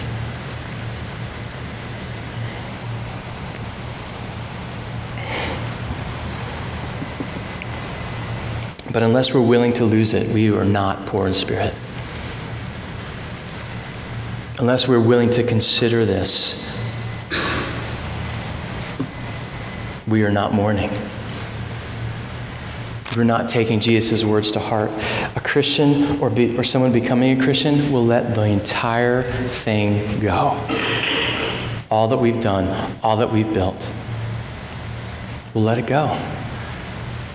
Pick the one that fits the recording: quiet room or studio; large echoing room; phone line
large echoing room